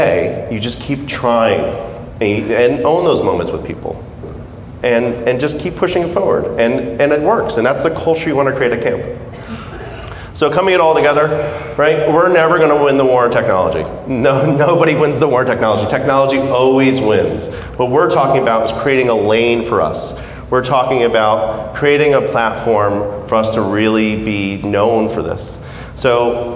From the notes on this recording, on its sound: Keynote speaker at the Society of Camp Director 's dinner. On this episode of the podcast, you'll find the audio of his talk.